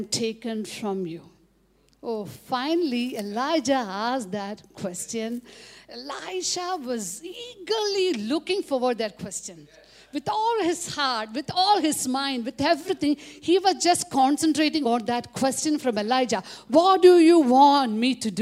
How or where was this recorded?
live audience